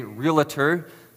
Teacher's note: There is no vowel between the L and the T.